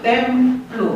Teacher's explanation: prima consoană în prima silabă, oclusiva și lichida sunt în silaba următoare, plus și l. · Term: muta cum liquida